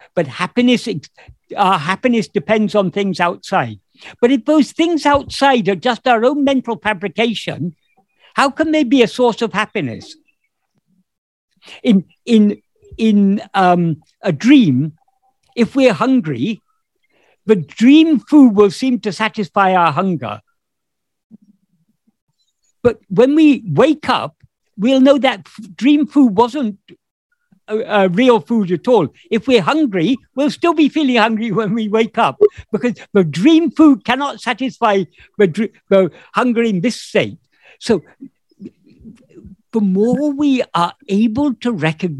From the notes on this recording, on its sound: In a Zoom meeting on 18th May 2022.